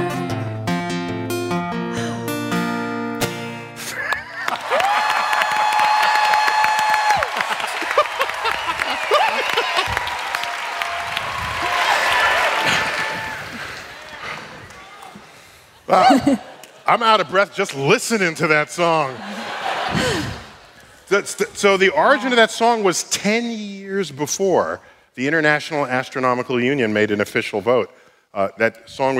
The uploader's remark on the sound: StarTalk Live! at the Beacon. Our show from NYC’s Beacon Theatre.